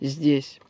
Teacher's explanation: по-московски, сказанным с мягким «зе» перед мягким «де» – «здесь». Здесь «зе» может быть и вариантом фонемы «з» твердого, но только смягченным перед мягким «де», и вариантом фонемы «с» звонким перед звонким «д».